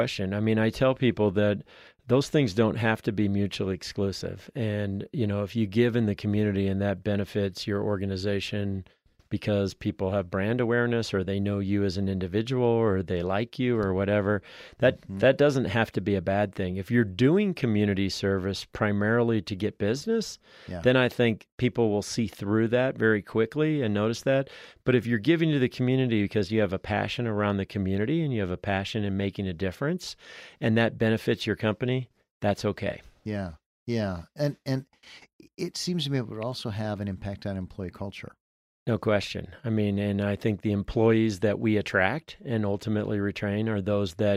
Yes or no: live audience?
no